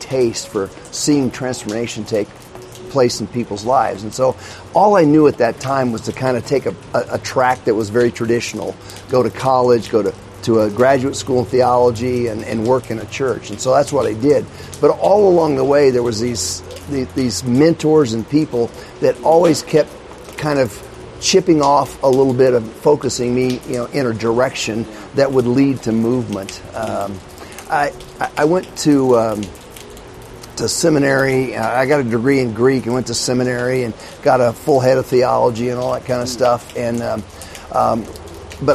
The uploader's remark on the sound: This recording was done from back of the hall where the Catalyst camp was held. The audio has been affected as you will hear by the surrounds of heavy rain on one side and people on the other.